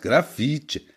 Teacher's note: Also ein stimmloses I hinten.